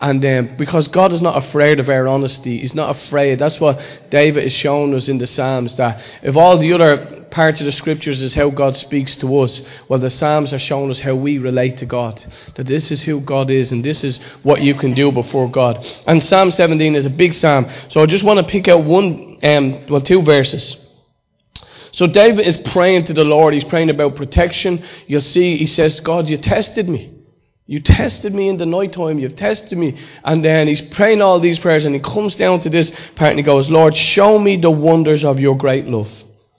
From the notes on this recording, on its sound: Recorded live in Liberty Church on 30th June 2019